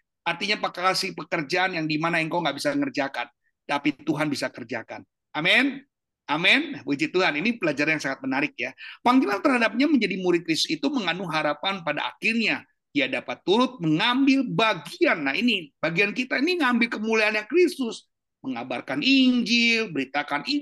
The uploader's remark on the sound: Audio Zoominar